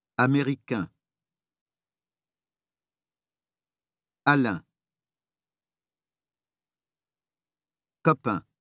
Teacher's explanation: Be sure not to pronounce an N or M after the nasal vowel.